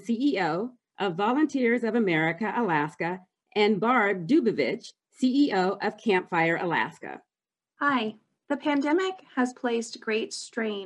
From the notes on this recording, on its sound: Hear Anchorage mayoral candidates discuss youth issues in this virtual forum. Via video conference.